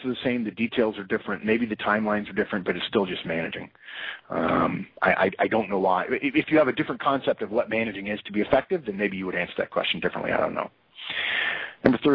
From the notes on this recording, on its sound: September 2012 Conference Call